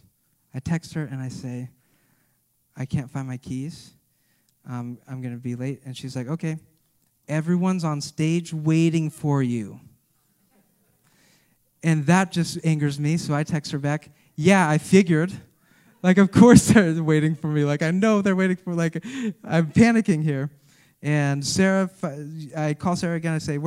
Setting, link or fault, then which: setting, live audience